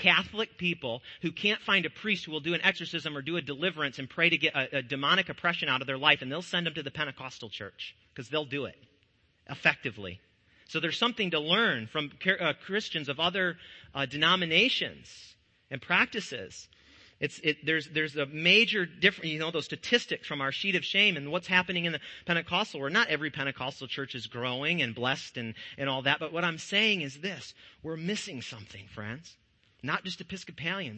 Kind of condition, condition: setting, large echoing room